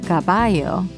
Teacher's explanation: Keep an ear out for our storyteller's Colombian accent, where the double L's and Y's are pronounced with a soft J sound. So words like caballo sound like caballo.